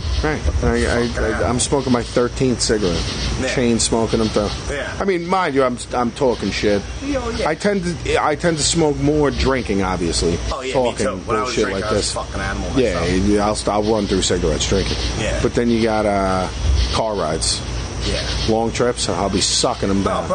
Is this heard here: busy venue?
yes